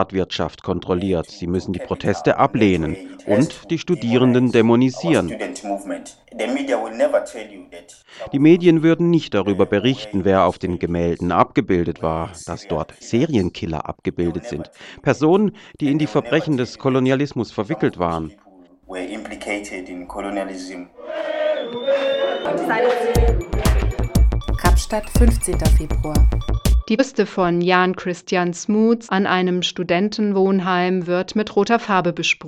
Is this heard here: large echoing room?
no